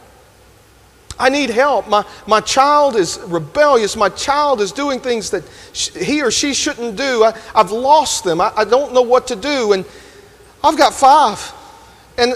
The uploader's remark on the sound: Delivered this sermon at Grenada First UMC.